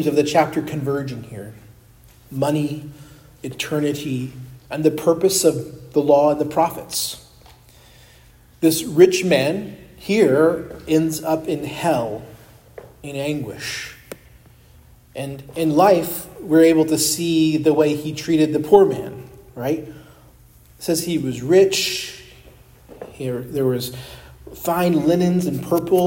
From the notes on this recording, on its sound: preached at Christ Our Savior Baptist Church on Sunday, February 25, 2024